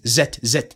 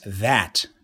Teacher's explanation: they are not pronouncing the consonant th, which is voiced th · Shown in: second take · the, properly.